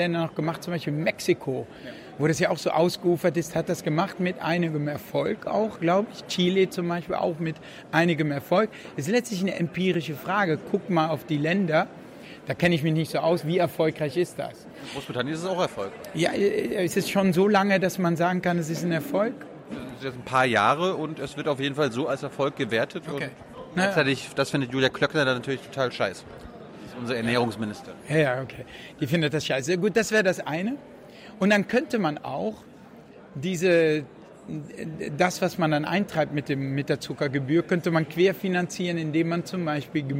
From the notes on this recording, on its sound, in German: Auf der re:publica in Berlin aufgezeichnet.